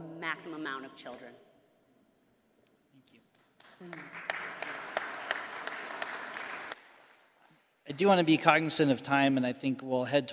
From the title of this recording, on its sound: Panel Discussion from the EPIC Annual Meeting